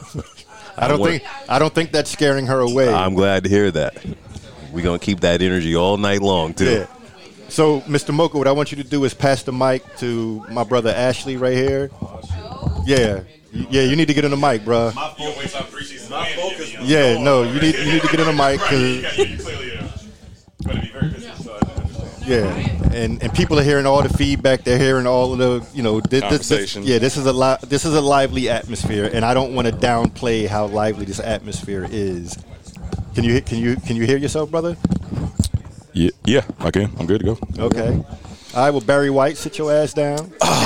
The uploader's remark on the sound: I was joined by many friends and contributors and team members at Splash Mocha in Houston. There was a small gathering in my suite as we kicked off the site and you will hear the festivities and jovial atmosphere in the background. Normally I would have done this in a quiet space but I wanted everyone who was listening to hear the energy in the room.